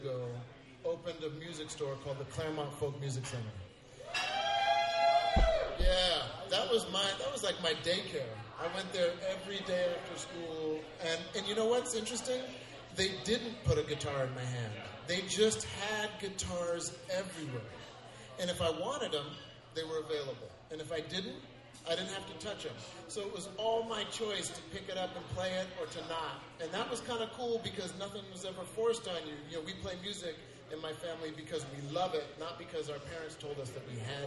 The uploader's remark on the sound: Live from Pono Kitchen and Tap in Capitola California